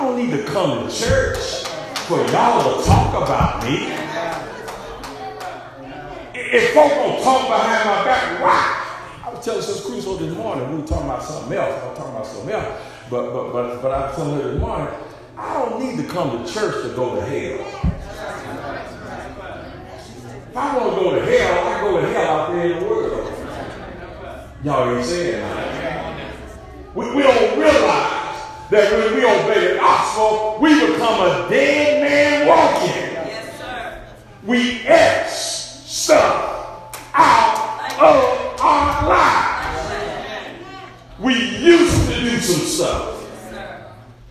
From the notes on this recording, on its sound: SERMON PREACHED AT Arlington Rd CHURCH OF CHRIST, HOPEWELL. VA.